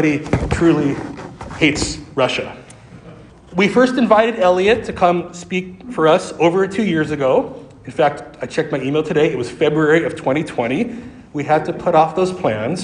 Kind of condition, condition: setting, large echoing room